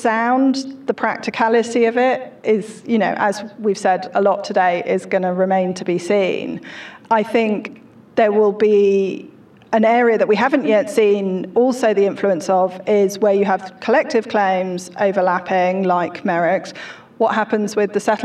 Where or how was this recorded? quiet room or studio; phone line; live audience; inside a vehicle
live audience